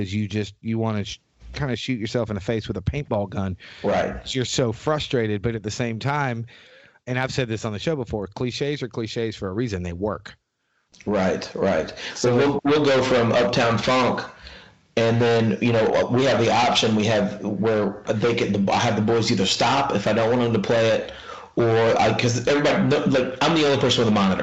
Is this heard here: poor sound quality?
yes